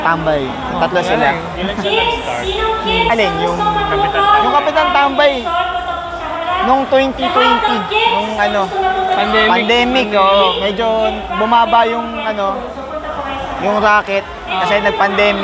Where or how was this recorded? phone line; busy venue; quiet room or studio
busy venue